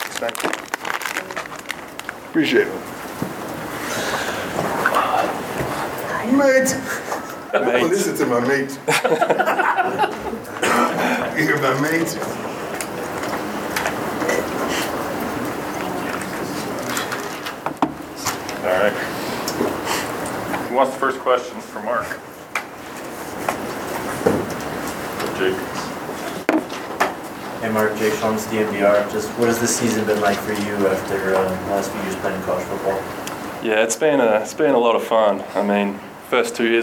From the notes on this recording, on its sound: during Colorado's weekly press conference in the Champions Center